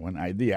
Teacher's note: accent vient tomber dans deuxième syllabe là, one idea. Alors moi c'est idée, yo fait trois syllabes vraiment IDEA.